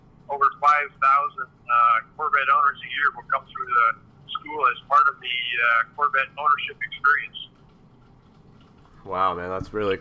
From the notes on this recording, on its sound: on the phone